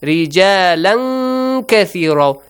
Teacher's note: Tanween plus kaf, hide the sound of tanween. · Term: Ikhfa